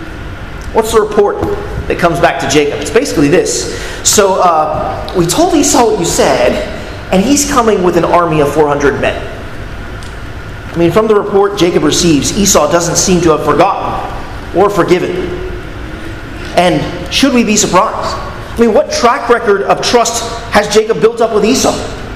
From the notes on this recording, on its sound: at Arlington Baptist Church in Arlington, Virginia